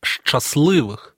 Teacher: Відбувається спрощення. Букви і звука Т немає.